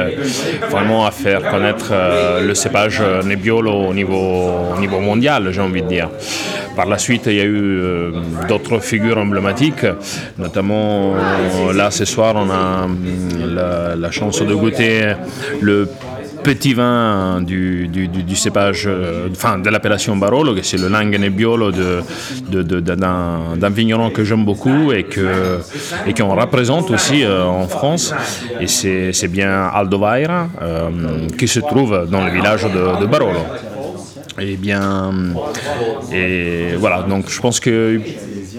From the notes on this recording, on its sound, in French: Rendez-vous était donné aux Caves de Prague (Paris XII) pour une session enregistrée en public.